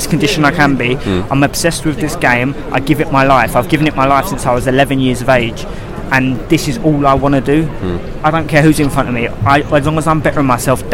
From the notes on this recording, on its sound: Live from The O2 Arena in London for 'British Beef'. Starting in the lounge where we give our pre fight thoughts before we head ringside.